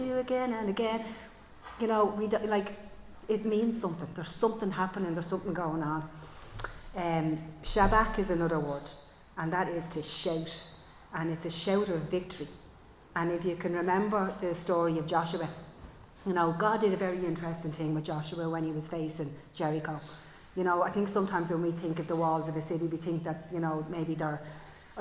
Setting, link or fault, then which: setting, large echoing room